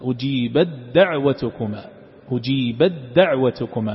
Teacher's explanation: الإدغام بين هذين الحرفين التاء والدال المتجانسين، أجيبت دعوتكما، أجيبت دعوتكما، الشدة تظهر على الدال.